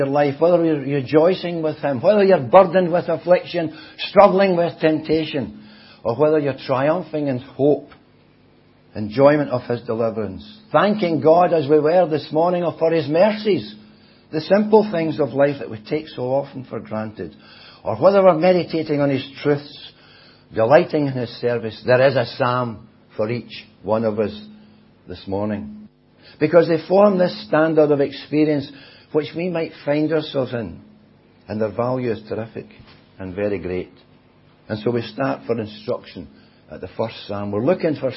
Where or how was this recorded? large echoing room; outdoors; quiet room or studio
large echoing room